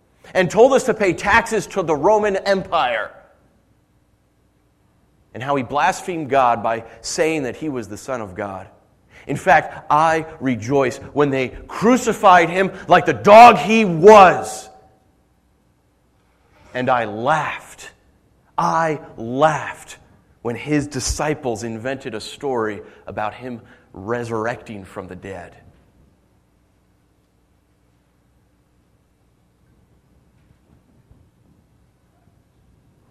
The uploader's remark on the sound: Originally Preached June 30, 2013 at The Orchard Church